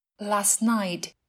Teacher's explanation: Ví dụ, cụm từ last night có nghĩa là đêm qua, thay vì nói last night nghe chậm và thiếu trôi chảy, chúng ta thường không phát âm phụ âm t ở từ last và nói thành last night. Last night thì dễ hơn, nhanh hơn last night, đặc biệt khi được đặt trong cả câu và khi chúng ta nói nhanh. · Term: lược bỏ âm